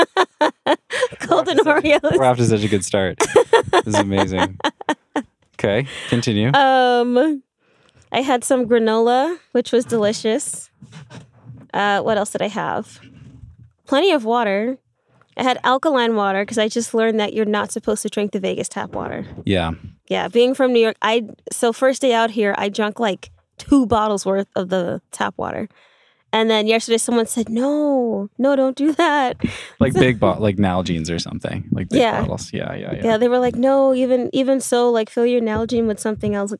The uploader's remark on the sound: We met up in Red Rock and recorded a nice long chat in the van.